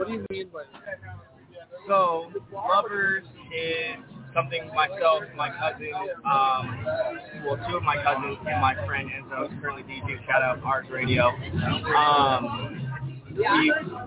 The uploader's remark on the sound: Live From Good Grammar Bar IN Downtown Salt Lake City Post Covid.